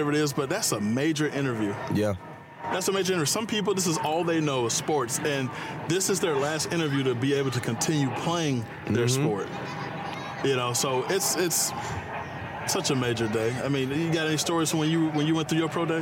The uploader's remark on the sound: in this episode we outside at The Premier Sports Academy watching the kids play on this beautiful day